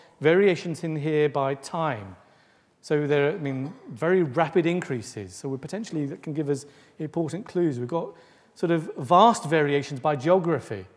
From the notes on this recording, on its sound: Delivers the third lecture in the 2014 Medical Detectives series. Recorded on 23 October 2014, at the University of Edinburgh's Anatomy Lecture Theatre.